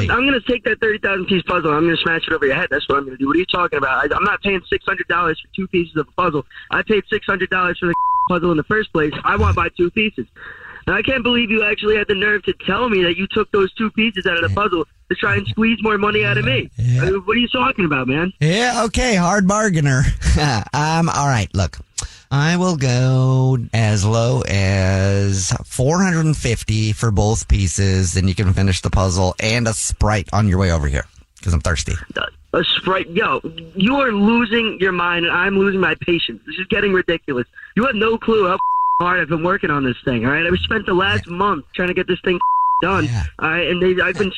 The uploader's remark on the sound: phone prank style